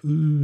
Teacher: ein leicht palatalisiertes U, so Ü